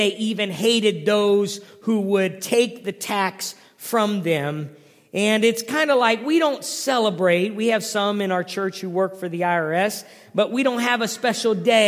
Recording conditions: large echoing room